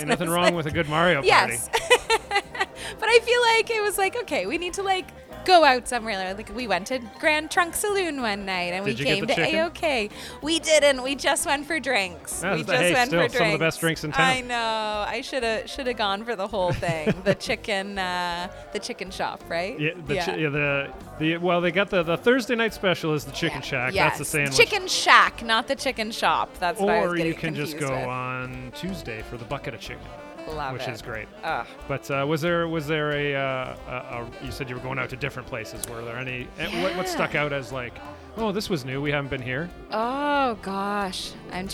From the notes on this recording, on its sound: live from AOK craft beer bar and arcade in downtown Kitchener